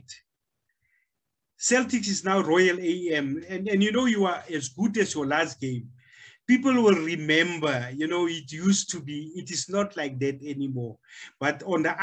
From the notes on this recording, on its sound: The series is webcast via Zoom